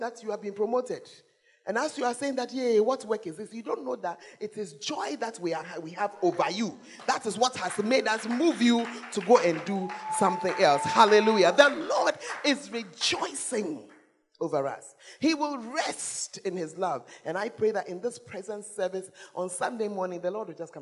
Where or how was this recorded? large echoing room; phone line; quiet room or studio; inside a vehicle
large echoing room